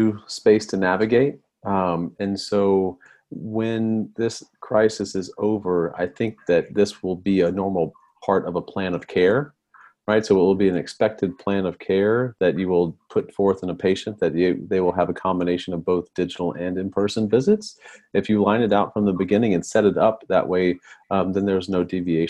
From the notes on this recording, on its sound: ZOOM Recording of Telehealth Now Presentation